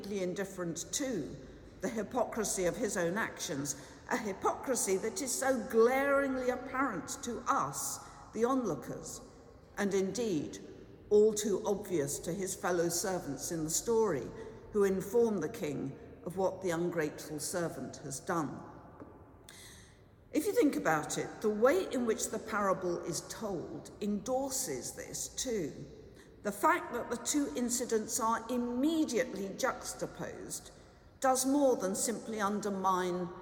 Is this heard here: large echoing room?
yes